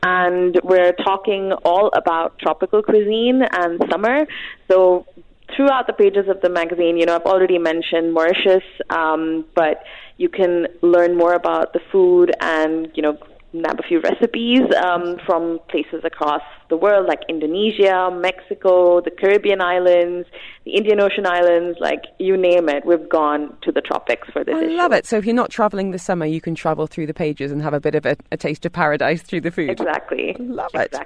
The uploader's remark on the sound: we have some great chefs as always on the phone